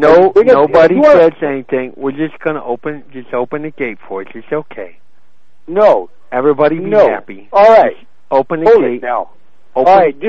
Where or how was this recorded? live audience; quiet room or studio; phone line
phone line